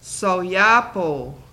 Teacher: Long O doesn't glide into a W.